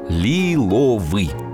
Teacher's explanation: В нем и твердый звук «л» есть, и мягкий «ли».